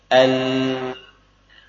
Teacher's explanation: aliran suara huruf lam tidak bertahan di makhrajnya, tidak bertahan di tepi lidah yang menempel di gusi, namun berbelok, berbelok menuju bagian lidah yang tersekat yang tidak bersinggungan dengan gusi.